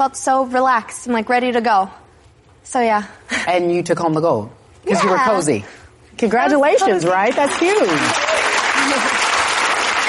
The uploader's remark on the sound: in front of a live studio audience